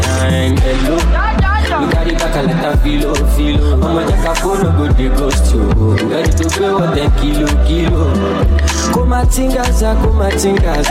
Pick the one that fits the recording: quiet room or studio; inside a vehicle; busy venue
busy venue